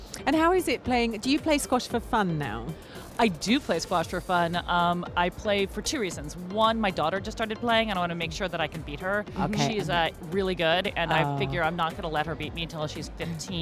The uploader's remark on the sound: Live from SIBF 2023.